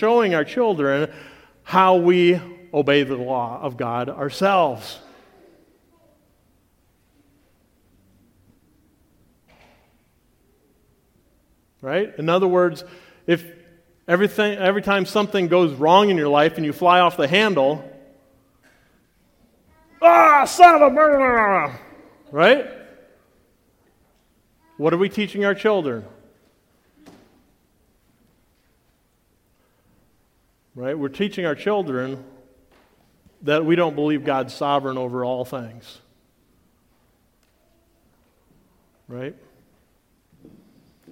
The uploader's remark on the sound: the audio from the Friday Session of the 2023 Bible Conference at CityGate Church in Portage, MI